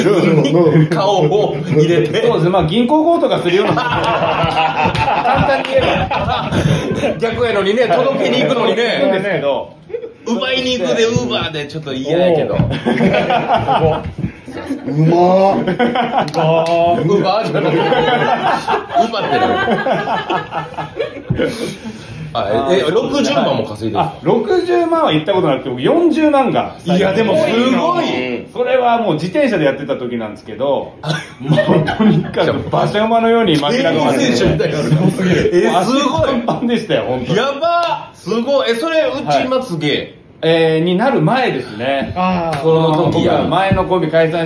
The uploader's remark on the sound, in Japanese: 本編とアフタートークのミックス。公開収録。